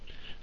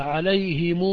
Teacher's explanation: بضم ميم الجمع حالة الوصل مع وصلها بواو لفظا